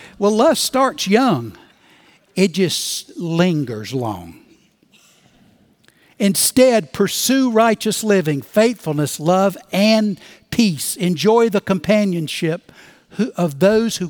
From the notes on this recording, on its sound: Recorded Live at Brookwood Church on 11.19.2023